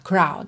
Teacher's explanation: o R vem antes da vogal, então vai enrolar, crowd, ok?